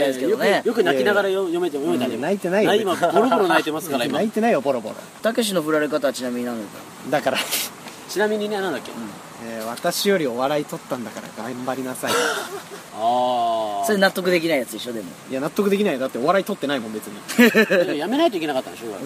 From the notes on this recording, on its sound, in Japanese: 撮影ため高尾山での収録。蝉しぐれに包まれた味のあるトークをご堪能ください。